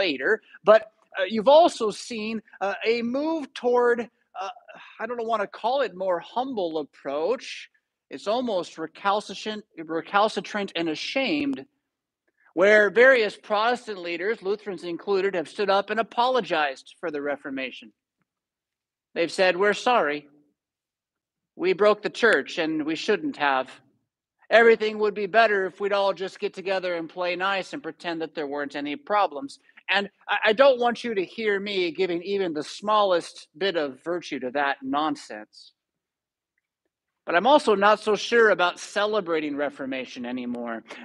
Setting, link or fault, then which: setting, large echoing room